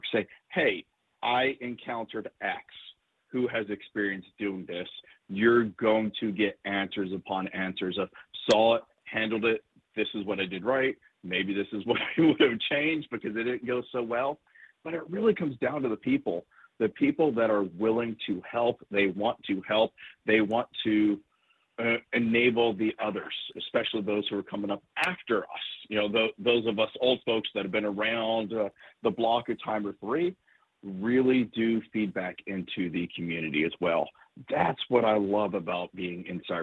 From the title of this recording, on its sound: Call-In Special